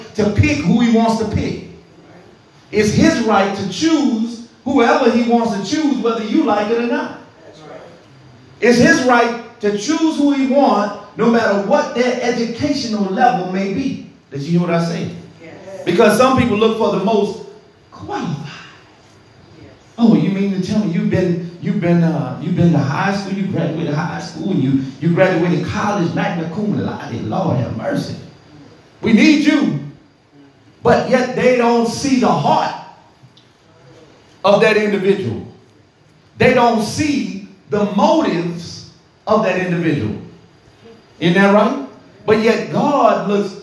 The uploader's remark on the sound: This sermon was recorded in the sanctuary of True Vine Missionary Baptist Church